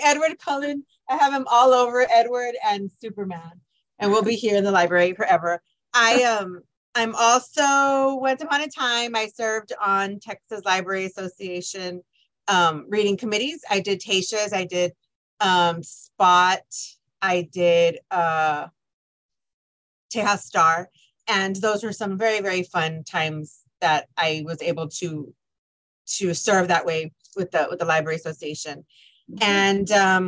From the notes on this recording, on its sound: This podcast is a recording from a Zoom event held with high school librarian.